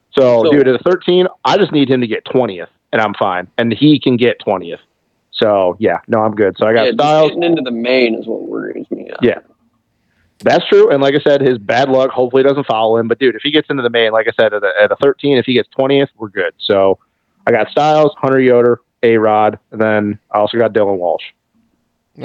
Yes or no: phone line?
yes